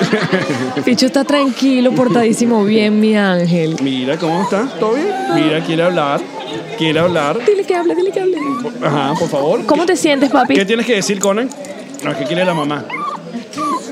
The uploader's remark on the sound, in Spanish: Hoy nuestro podcast alcohólico de confianza nos trae un programa grabado desde Tartarini Restaurant en Orlando, FL. Nuestros PatreoncitosPlus nos acompañaron en este episodio.